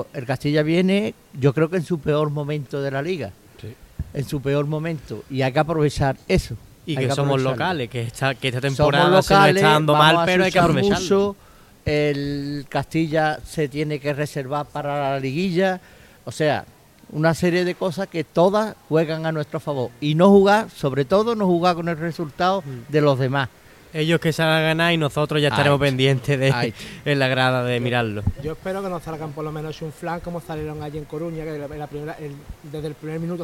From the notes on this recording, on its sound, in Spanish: emitido en directo desde Grillaera de Plaza Andalucía